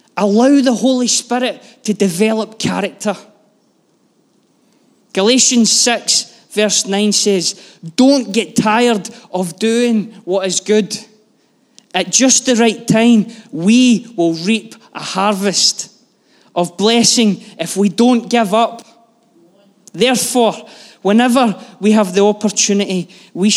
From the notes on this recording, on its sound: Live from our Sunday gathering on 05/02/23